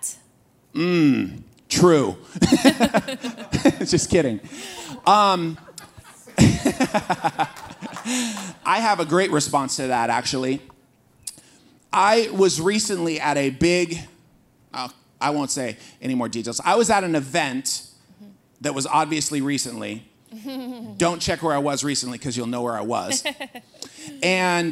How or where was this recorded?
live audience